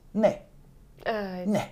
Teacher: It sounds like the, Ne, it goes down, ne. Zero? No, it goes down.